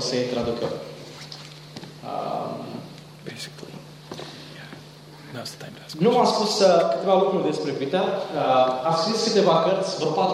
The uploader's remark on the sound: Talk plus Q&A at Romanian Church youth meeting, with translation.